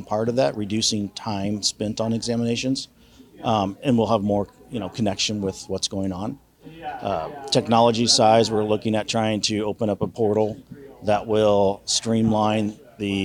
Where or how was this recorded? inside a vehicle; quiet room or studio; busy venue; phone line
busy venue